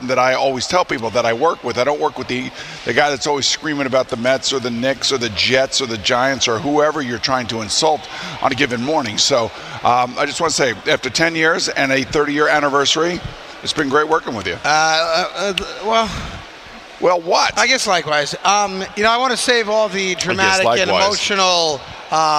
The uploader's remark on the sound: a special show live from Grand Central Terminal